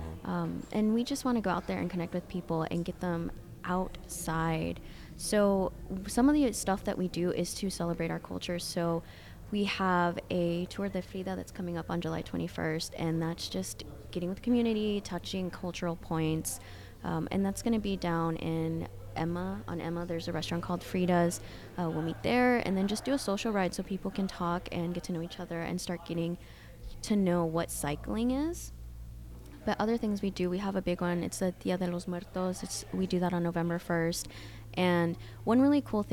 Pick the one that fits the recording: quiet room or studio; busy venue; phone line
busy venue